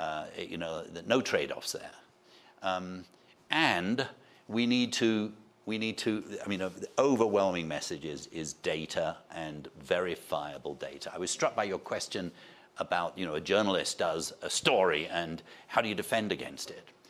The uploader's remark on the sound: This is the full audio of the session at the World Economic Forum's Annual Meeting 2023.